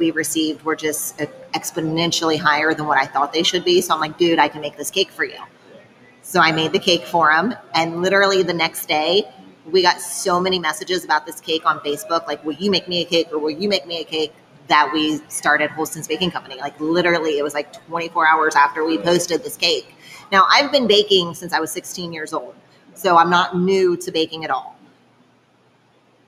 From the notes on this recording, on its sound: travel on-site to Holston's Baking Co.